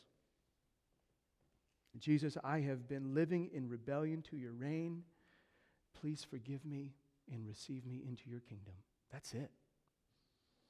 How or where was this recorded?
large echoing room